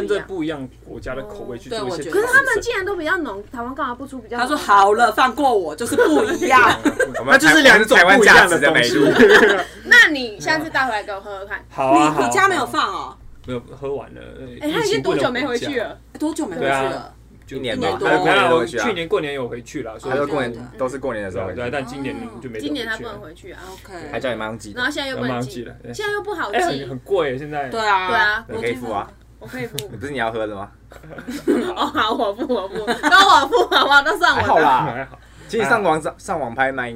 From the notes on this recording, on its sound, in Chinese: 這集首次來了兩個來賓，現場鬧哄哄。